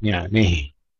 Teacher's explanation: فيها إمالة الهاء للكسائي